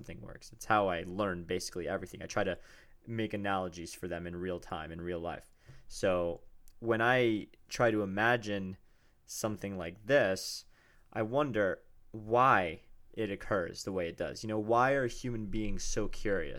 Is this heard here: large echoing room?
no